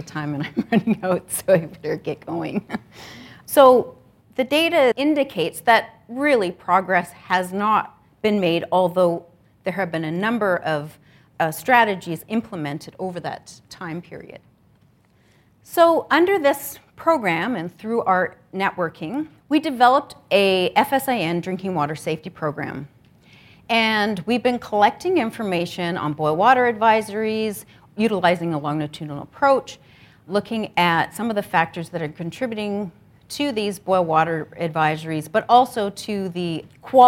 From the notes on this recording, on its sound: This episode is based on a keynote presentation. At the fourth annual “Create H2O” First Nations Water Research Conference, organized by the University of Manitoba’s Centre for Human Rights Research.